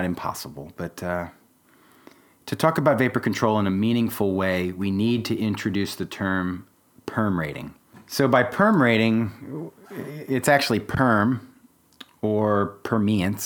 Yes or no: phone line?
no